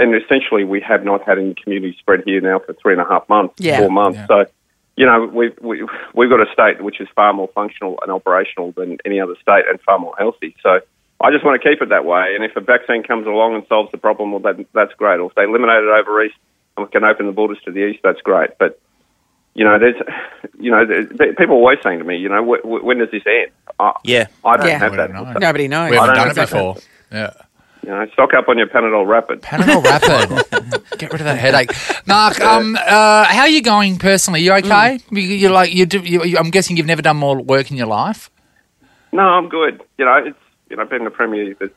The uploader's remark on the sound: called